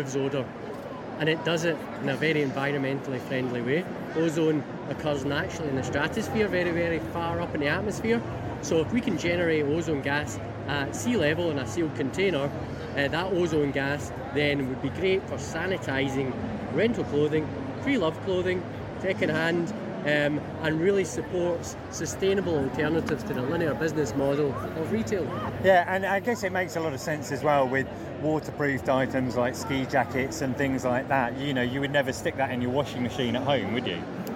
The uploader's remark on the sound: This special episode of The Ski Podcast was recorded at The National Snow Show 2022, which took place at the Birmingham NEC this weekend.